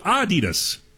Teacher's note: It's supposed to be Adidas, with a slight emphasis on the first syllable, not Adidas, stressing the second.